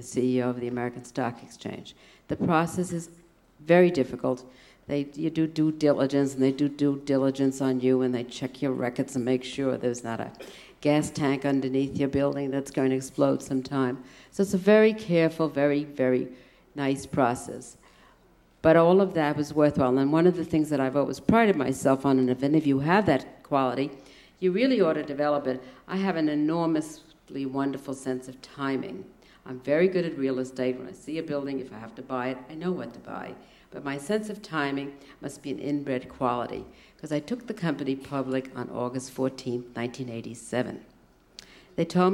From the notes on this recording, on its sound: recorded during the Academy of Achievement's 1996 Summit in Sun Valley, Idaho